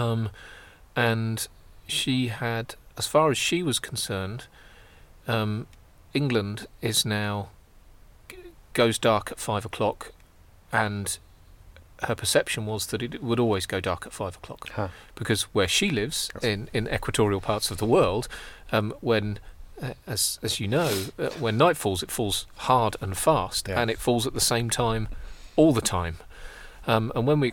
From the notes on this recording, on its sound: Sat in a final fragment of Dunwich’s 10th century Greyfriars Monastery, near a single tombstone of All Saints Churchyard, we record this podcast at night in one of the “most haunted places in England”.